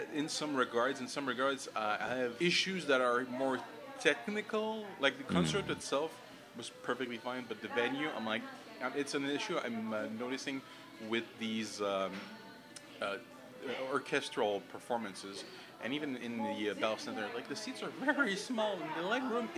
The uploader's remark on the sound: we sat down in a busy café to record our thoughts